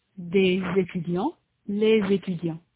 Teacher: the s is heard as a z before a vowel. · Term: liaison